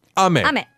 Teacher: when you say 雨, it's a little bit of a down pitch. 雨, 雨。 Like you're finishing a sentence in English.